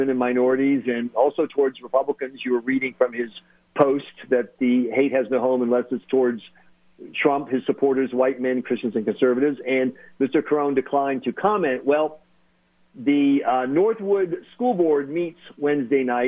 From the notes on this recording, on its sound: calling LIVE from South Carolina